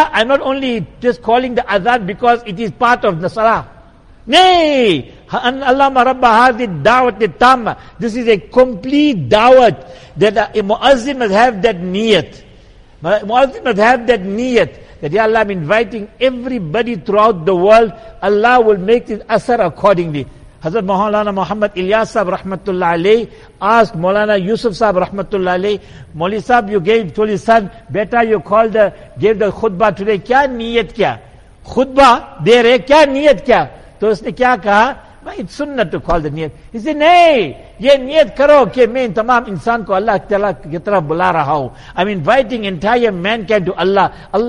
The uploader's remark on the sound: Jumuah lecture at Masjid e Quwwatul Islam